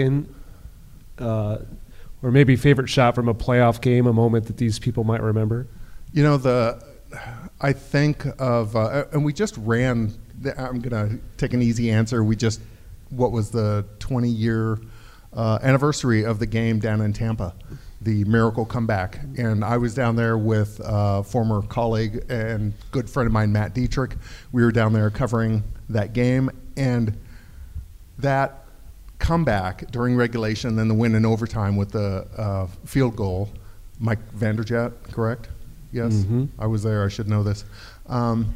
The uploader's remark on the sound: In front of a live audience during Inside IndyStar event.